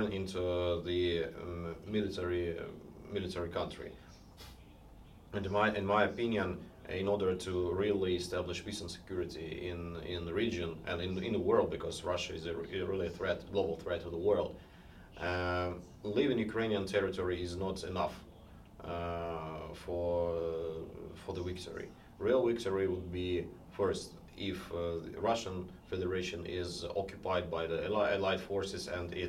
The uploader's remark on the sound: A podcast episode recorded in Kyiv on October 17 on the sidelines of a conference on the human rights abuses in Ukraine and Syria, organised by SUN (The Syria Ukraine Network), an NGO based in the US.